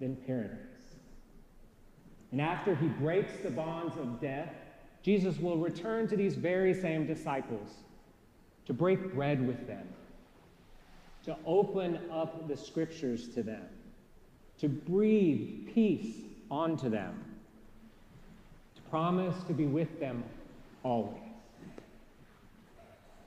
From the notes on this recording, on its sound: Preached at our celebration of the Holy Eucharist on the Thirteenth Sunday after Pentecost.